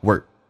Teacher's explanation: where 不被强调，直接说一个 w 加个儿化音叫 where